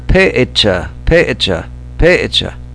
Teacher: Can you hear that little echo vowel in there?